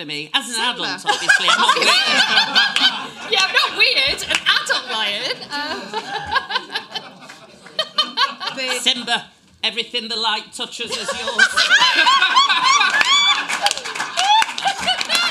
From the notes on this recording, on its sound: The second of our two part LIVE extravaganza direct from the big, camp Above The Stag cabaret room.